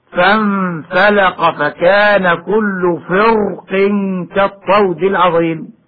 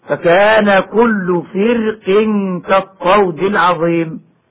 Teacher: الراء من كلمة فرق في سورة الشعراء، فقد ورد التفخيم والترقيق في كلمة فرق بسورة الشعراء